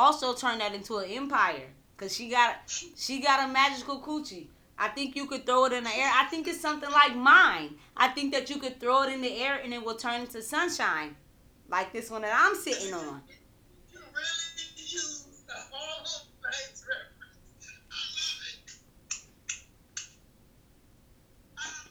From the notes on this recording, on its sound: This was my very first episode with a guest & my first episode using Zoom!!